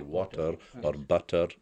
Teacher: In a normal Highland and Island accent, these T's that are missed out with a glottal stop would normally have been stressed.